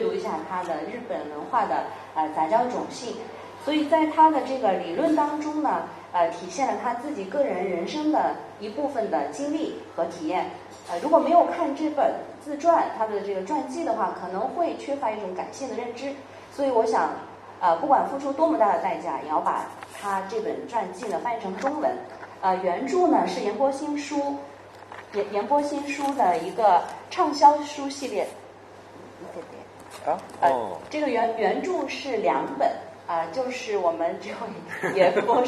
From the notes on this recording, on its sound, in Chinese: 现在就让我们通过声音，进入 “ 这本书 ” 的 分享活动现场吧！